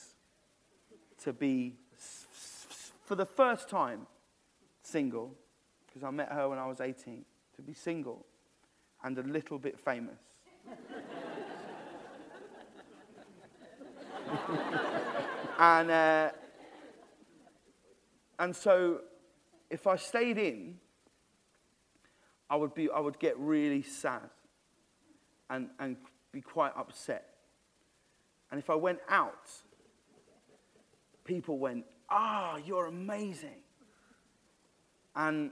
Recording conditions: live audience